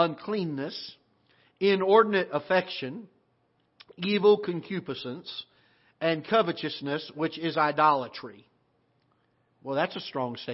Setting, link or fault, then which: setting, large echoing room